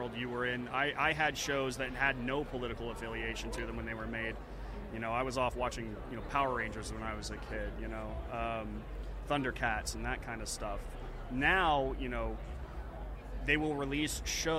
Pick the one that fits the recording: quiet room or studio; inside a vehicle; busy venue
busy venue